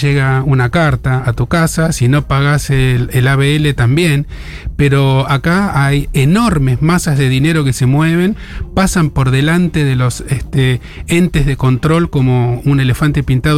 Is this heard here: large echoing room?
no